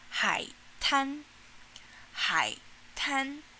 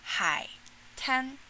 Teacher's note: 海 is the third tone. 滩 is the first tone.